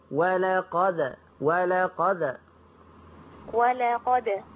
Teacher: خلي بالك من القلقلة، ما تميليهاش للكسر